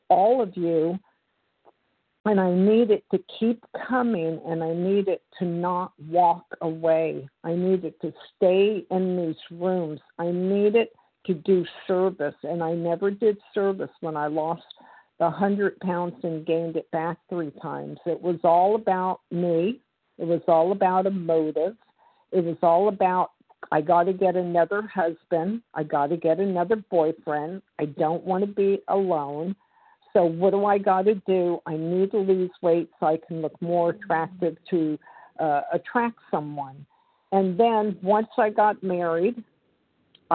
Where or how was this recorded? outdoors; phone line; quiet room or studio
phone line